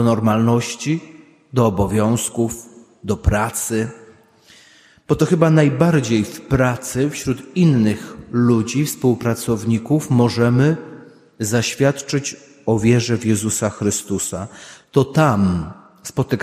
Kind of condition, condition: setting, large echoing room